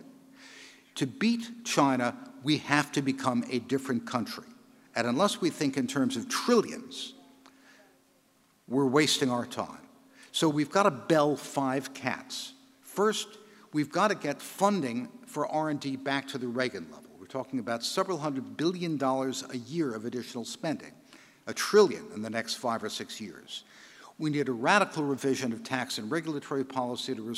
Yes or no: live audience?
yes